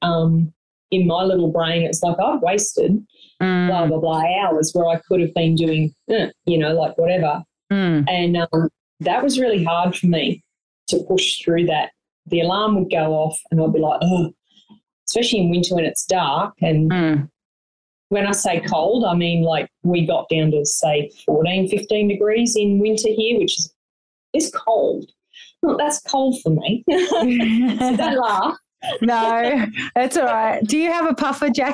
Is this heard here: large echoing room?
no